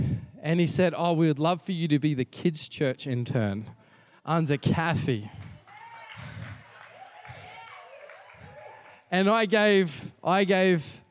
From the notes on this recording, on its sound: Recorded during our 5pm service on Sunday